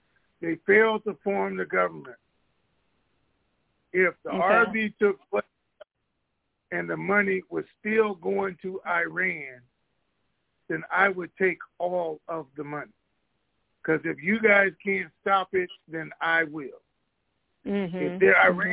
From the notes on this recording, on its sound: Conference Call